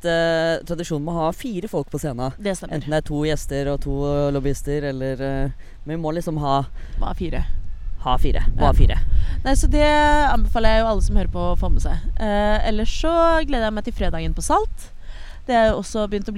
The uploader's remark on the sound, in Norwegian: har tatt med seg lydutstyret ut i Oslosommeren